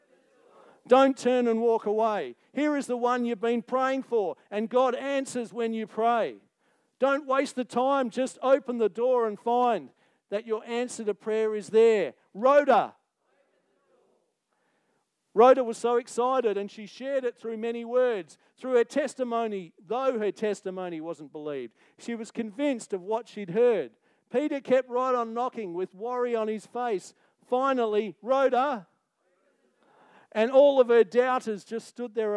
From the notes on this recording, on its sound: Recorded Live on 22nd October 2023. Geraldton Baptist Church.